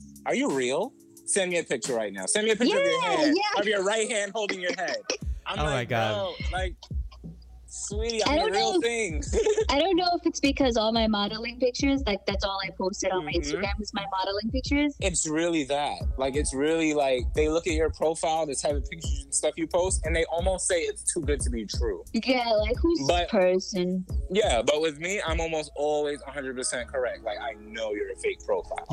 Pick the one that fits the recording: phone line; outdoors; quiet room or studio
phone line